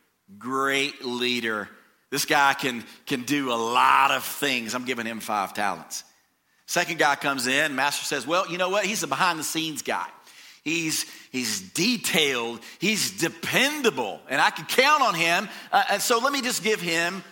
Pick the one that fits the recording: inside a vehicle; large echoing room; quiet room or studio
large echoing room